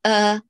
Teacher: نرقق الهمزة كما لو كانت همزة قطع، فنقول آ ثم أر، انتبهي لمخرج الراء.